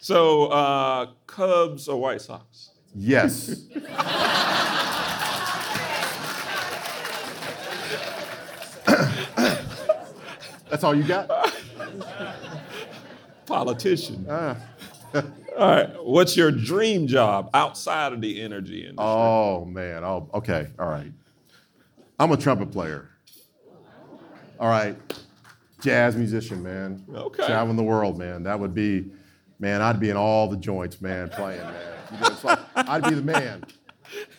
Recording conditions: live audience